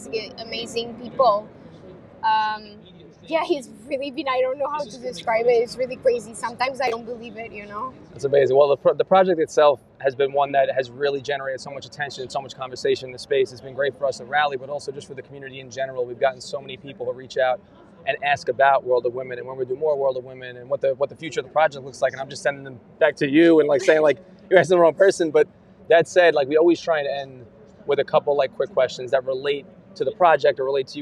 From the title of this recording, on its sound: Live From VeeCon